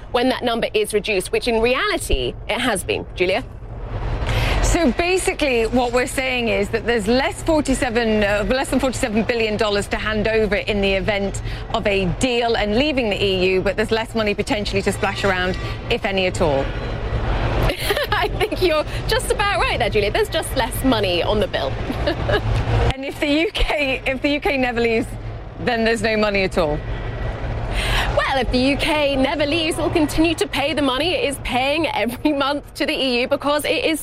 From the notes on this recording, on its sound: Live from the New York Stock Exchange.